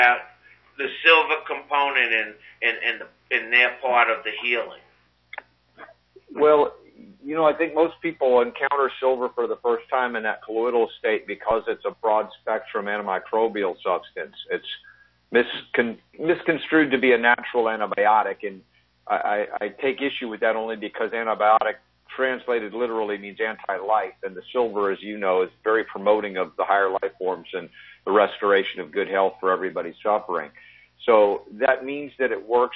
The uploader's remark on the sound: Live call-in show aired on May 29, 2018.